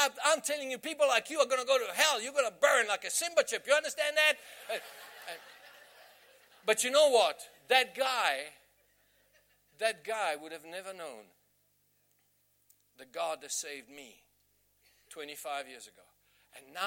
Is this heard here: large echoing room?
yes